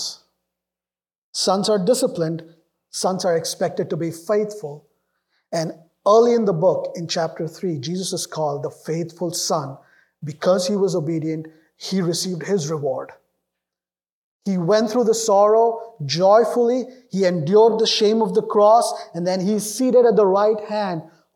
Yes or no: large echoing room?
yes